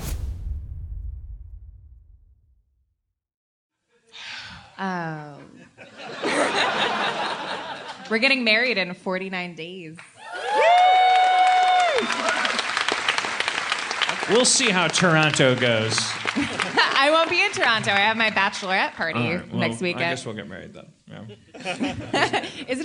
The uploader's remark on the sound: LIVE from Seattle 2014. Live podcast in Seattle to a powerful crowd.